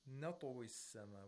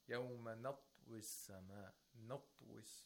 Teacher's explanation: We have to make sure that the ta, the sound of it, is heard. Even though it's sakin, there should be a kind of movement, a vowel-like movement when pronouncing the ta. · Shown in: first take · Term: qalqala